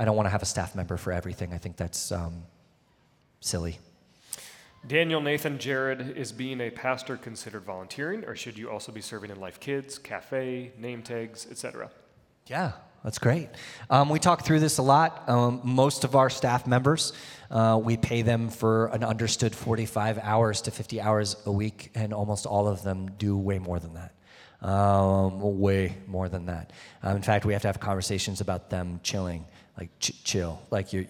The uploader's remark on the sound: answering some questions from the audience at the Town Hall Meeting